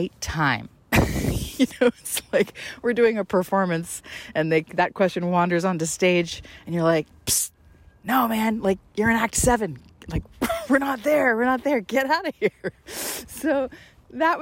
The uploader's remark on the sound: takes us on another windy stroll outdoors